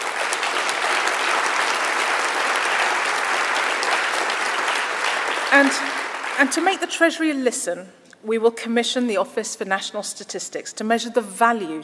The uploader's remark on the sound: Speech to Conference. Speech in Bournemouth.